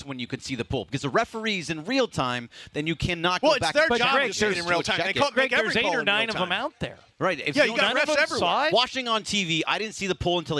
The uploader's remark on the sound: LIVE From Ralphs in Redondo Beach!